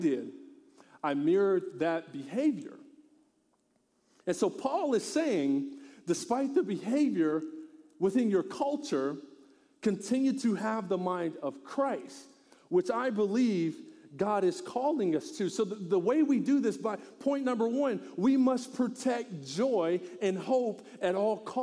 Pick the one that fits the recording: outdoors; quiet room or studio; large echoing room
large echoing room